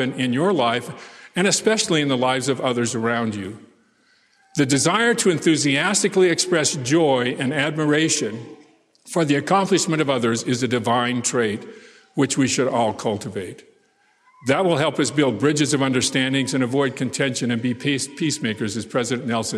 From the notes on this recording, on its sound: delivered this commencement address on April 27, 2023